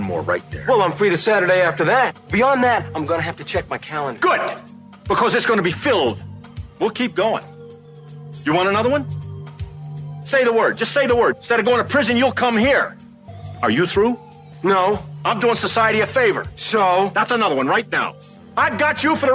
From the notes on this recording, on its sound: Open phone lines